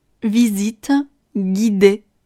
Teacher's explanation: 最后的 de 依然也需要努力震动声带